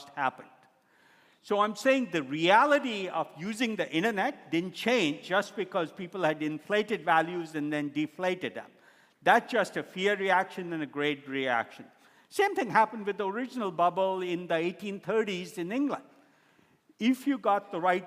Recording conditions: live audience